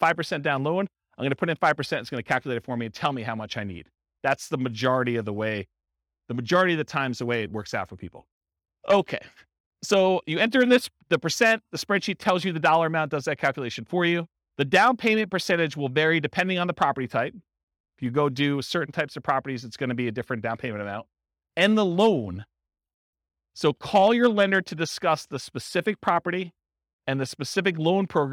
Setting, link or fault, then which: setting, live audience